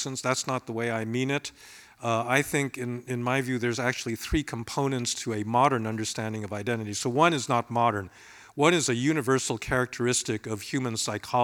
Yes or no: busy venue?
yes